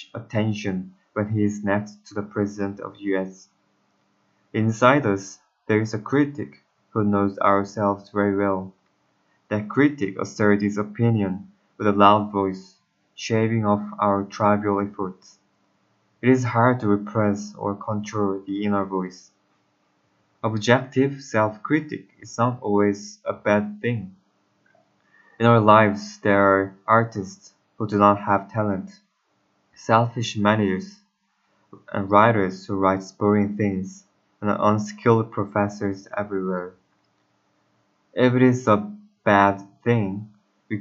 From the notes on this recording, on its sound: (bad mic and pronunciation).